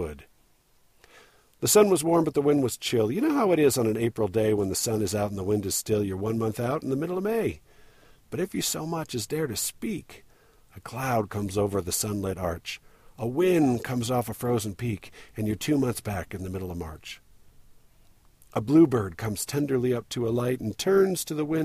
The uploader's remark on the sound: Recorded indoors--or rather, in car, trying to get out of the wind enough to make myself audible. I was birding at the Provo Airport Dike, which is one of the best spots around here for waterbirds (and other birds as well, of course).